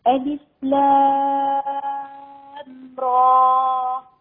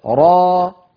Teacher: لا لا تمدي را زيادة، حركتين بس. · Shown in: second take